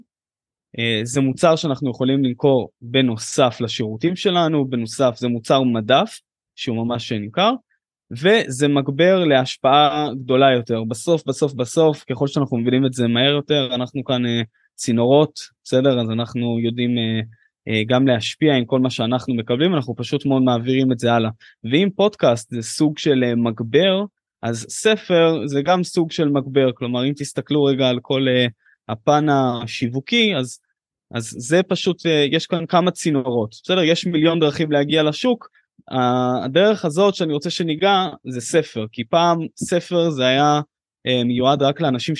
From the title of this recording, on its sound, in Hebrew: בוובינר מיוחד